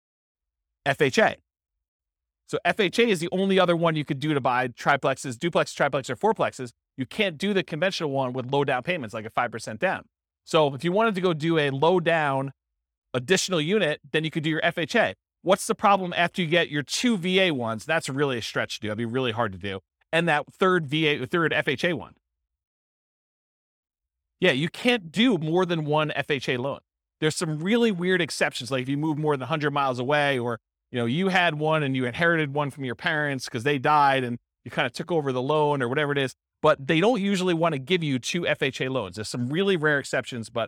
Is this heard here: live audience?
yes